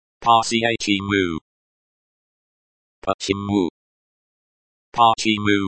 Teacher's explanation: The stress in. Почему? Falls on the second syllable.